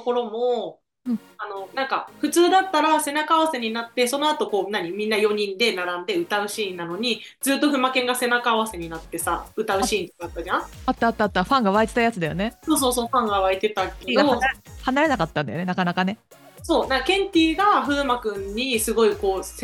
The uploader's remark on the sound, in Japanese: 急遽オンライン収録しました